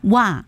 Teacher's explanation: 那个后鼻音呢就没有了啊，整个鼻音没有，就是单单一个声母加一个韵母 · Term: 懒音